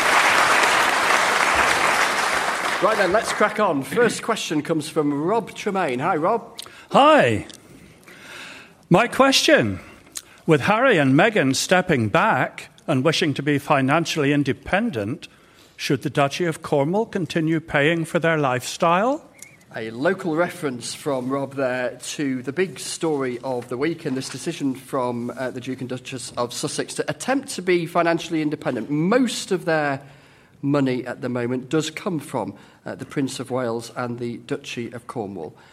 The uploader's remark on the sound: Presents topical discussion from Launceston Town Hall in Cornwall.